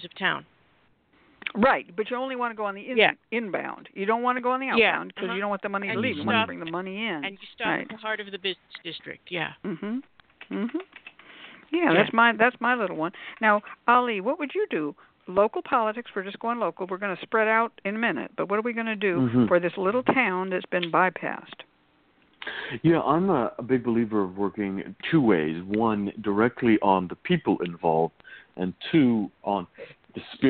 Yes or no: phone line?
yes